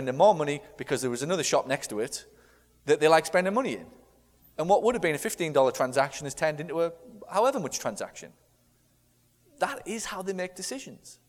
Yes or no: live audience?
yes